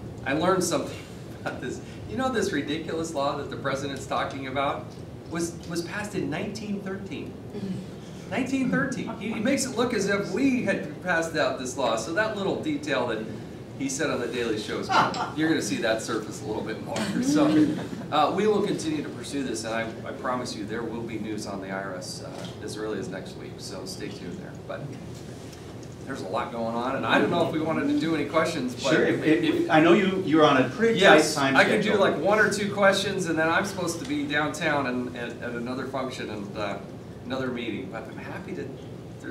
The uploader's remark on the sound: Addresses The Ripon Society. Appeared before a breakfast meeting of The Ripon Society, delivering a speech.